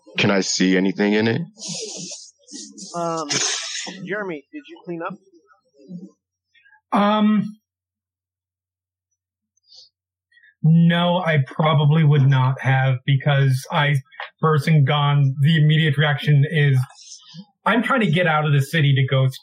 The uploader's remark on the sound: We apologize for the poor audio quality.